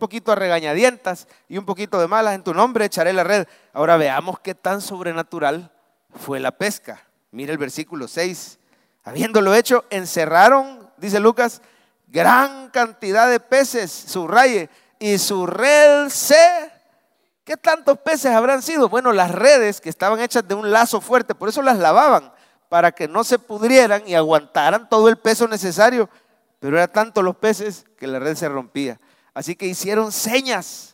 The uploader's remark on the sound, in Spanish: Mensaje predicado en vivo desde el Centro Familiar de Adoración CEFADCHURCH. San Salvador.